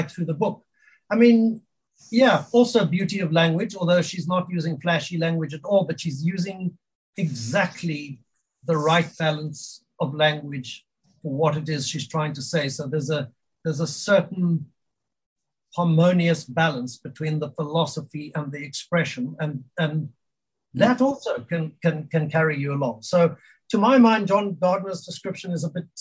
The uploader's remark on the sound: We met via Zoom